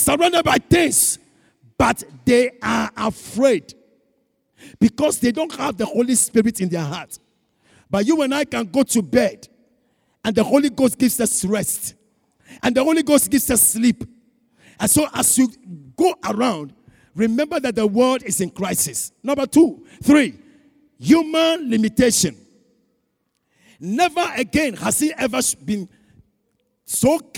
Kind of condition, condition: setting, large echoing room